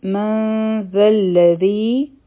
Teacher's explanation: نری اخفا به وکړو ځکه چې ذال نری حرف دی او د ذال مخرج چې دی زمونږ ژبه به د اوچت بره چې کوم غاښونه دي د هغې د لاندې را شي